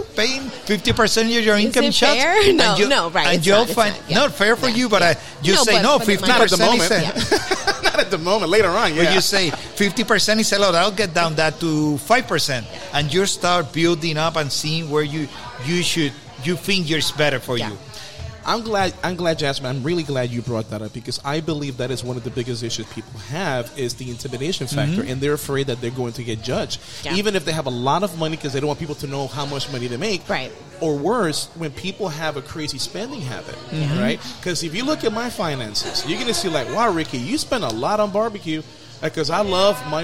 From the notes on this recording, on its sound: This show was recorded on location at the Cafe Don Juan in Winter Park, FL. While getting ready to record we caught the attention of a patron.